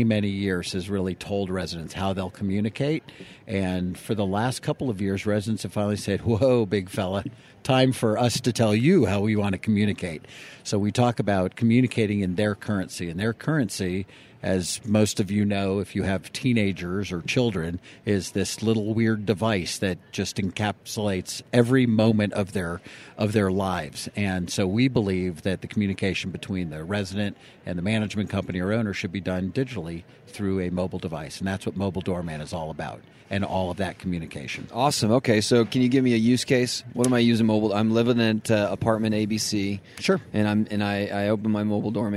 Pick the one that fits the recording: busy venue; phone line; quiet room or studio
busy venue